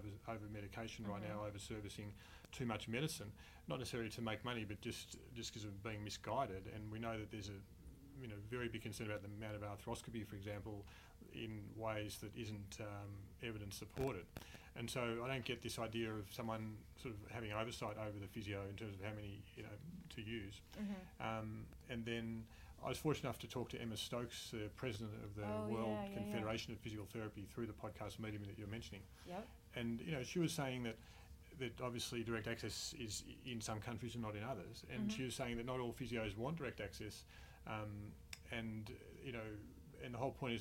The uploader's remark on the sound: Live from the Combined Sections Meeting in Anaheim, California